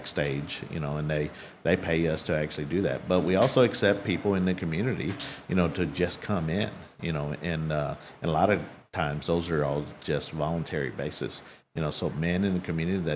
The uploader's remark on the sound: This week, recording live from Old House BBQ in Carrollton, Texas.